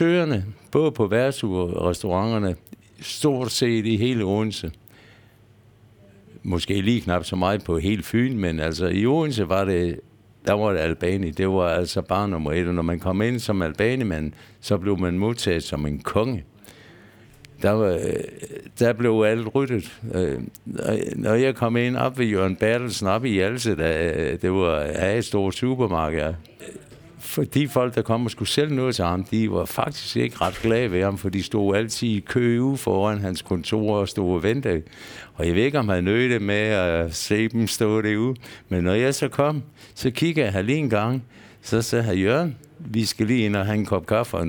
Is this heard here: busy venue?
yes